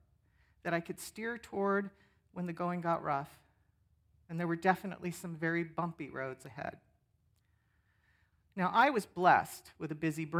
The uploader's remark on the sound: 10am Worship. Sermon from our worship service on 10/15/23. Streamed live on video from our campus in Westlake Village, CA.